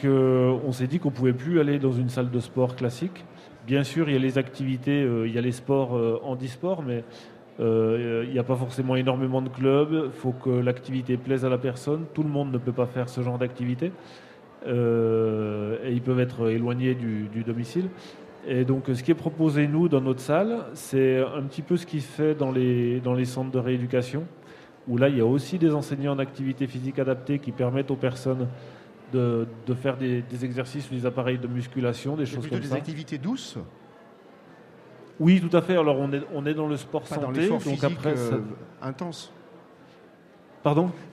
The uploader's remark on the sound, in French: en direct des halles inclusives 2022